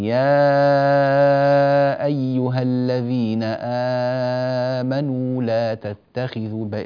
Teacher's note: المنفصل عند ورش من طريق الأزرق ست حركات والستة أطول مما قرأت